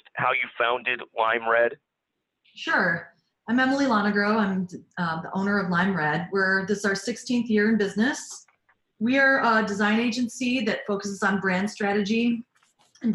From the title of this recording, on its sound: Recorded Webinar